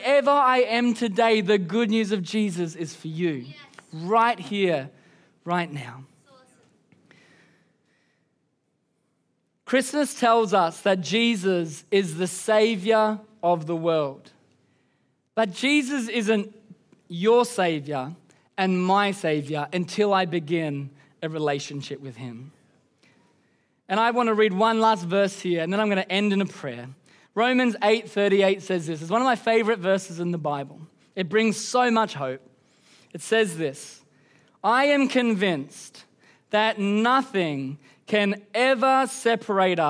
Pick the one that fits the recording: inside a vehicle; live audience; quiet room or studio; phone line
live audience